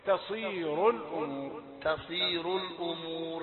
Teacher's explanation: تاء رقيقة والصاد مفخمة في آخر الدرجات.